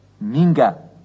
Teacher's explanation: Das CH wird manchmal auch zu einem G.